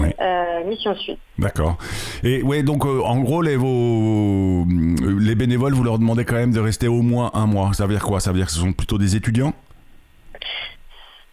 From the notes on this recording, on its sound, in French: En plateau (au téléphone).